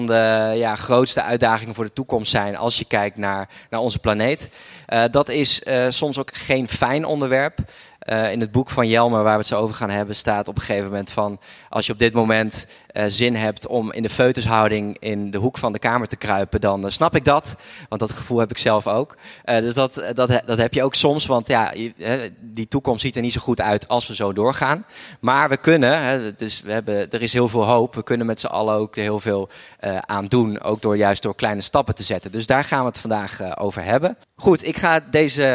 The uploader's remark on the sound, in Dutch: Een live podcast opname vanaf het Happinez Festival. Aan het einde van de opname hoor je wat ruis.